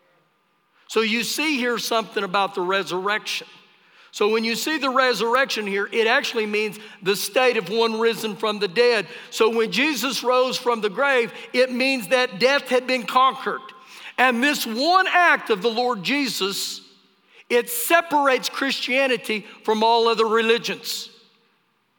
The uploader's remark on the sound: Recorded live during our Sunday morning service.